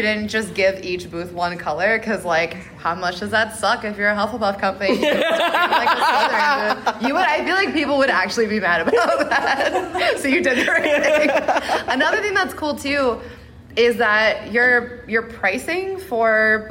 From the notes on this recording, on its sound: The Sartorial Geek Podcast is back with our second ever live episode! This week, we’re live from LeakyCon, an amazing Harry Potter-themed con for fans in Dallas, TX.